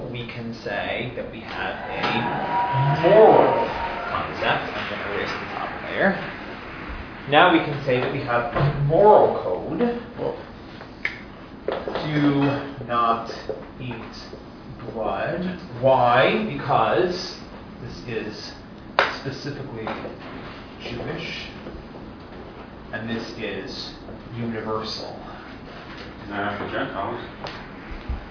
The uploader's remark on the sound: This is a recording of the fifth session of a five session class. As part of Drisha's July Week of Summer Learning.